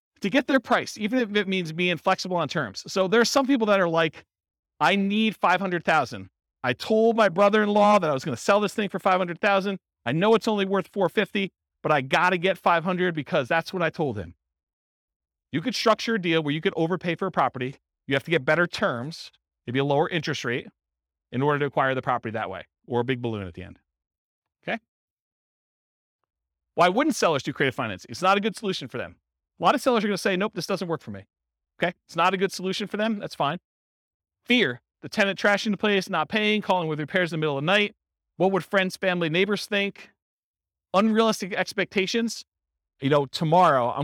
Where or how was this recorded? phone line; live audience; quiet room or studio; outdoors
live audience